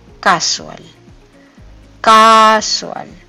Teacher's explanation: El acento va en la primera sílaba.